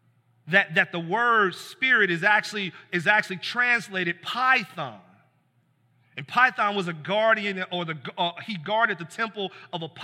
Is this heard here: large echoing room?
yes